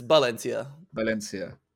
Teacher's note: Here they pronounce their V's as B's.